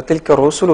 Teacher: تلك الرسل فضلنا، الرسل أولا هي الراء هنا مضمومة، والراء المضمومة بتبقى مفخمة، بتبقى ثقيلة على بعض الناس إن هي تجيبها مفخمة، بعض الناس بيستسهل التدقيق فيقول تلك الرسل، فتفخيم الراء هنا هو الصحيح يعني.